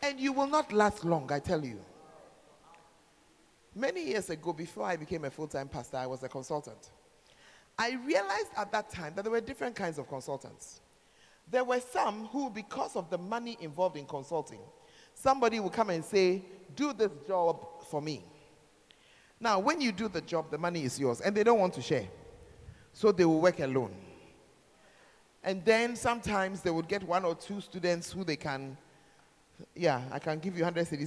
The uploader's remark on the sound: Preached At The 12 Foundations Of The Bacenta Camp